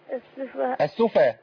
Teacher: الفاء مخففه برضه مش مشدده